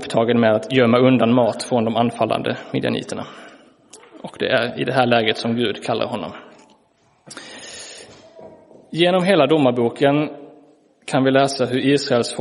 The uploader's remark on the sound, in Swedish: Inspelad i Roseniuskyrkan den 22 januari 2023.